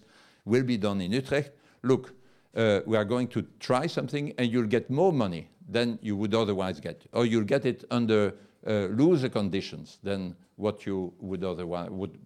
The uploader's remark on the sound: Lecture at WTM Forum I: Commoning Economy.